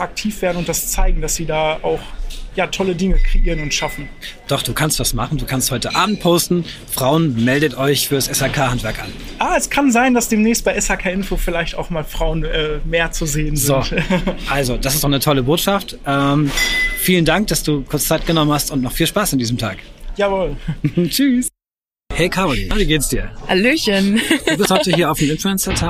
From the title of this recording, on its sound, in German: Live vor Ort beim Viessmann Influencer Tag